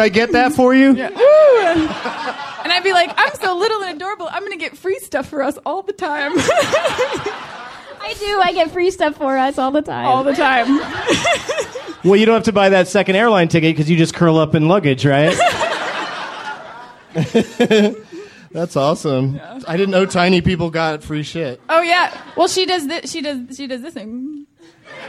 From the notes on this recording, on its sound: A special DLM/Benson Interruption hybrid taped at the UCB Theatre New York during the 13th Annual Del Close Marathon.